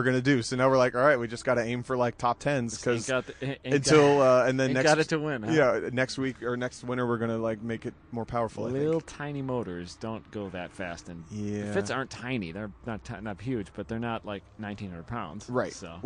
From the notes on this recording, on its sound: Multiple interviews and hang outs recorded live, after Gridlife Trackdays at Road America was complete for the day.